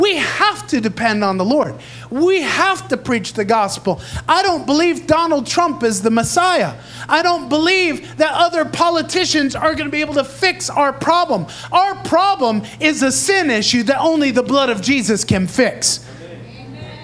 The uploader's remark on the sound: Recorded live in Praise Revival Center in Davao City, Philippines.